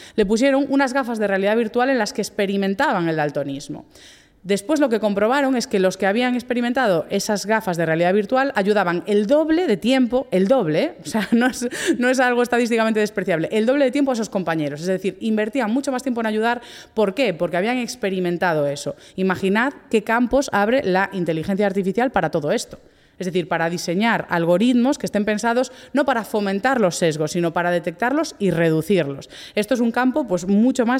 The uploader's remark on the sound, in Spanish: Dataforumjusticia 2023 que se celebró en la Laboral de Gijón. Este episodio se ha grabado en directo en el espacio Ágora.